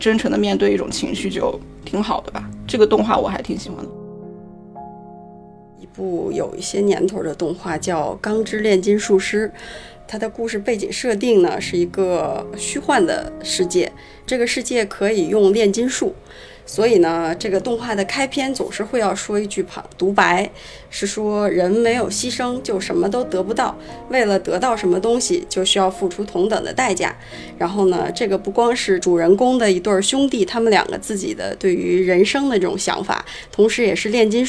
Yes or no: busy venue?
no